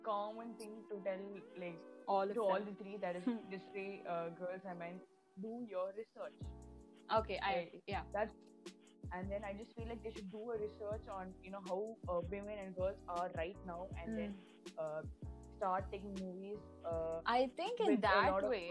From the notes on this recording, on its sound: I'm aware that the audio is messed up. I wouldn't intentionally interrupt my friends.